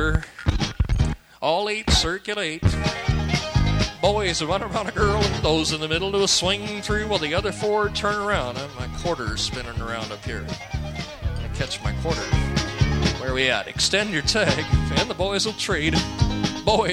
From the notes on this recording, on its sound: Live Dance Recording.